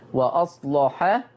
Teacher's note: ما ننساش تغليظ اللام بتاعت وأصلح